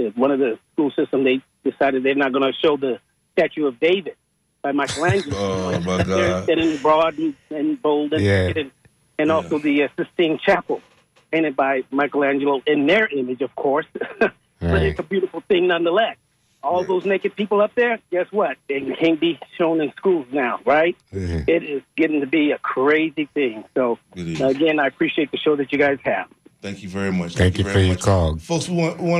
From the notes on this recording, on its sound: Unique magazine format call-in show.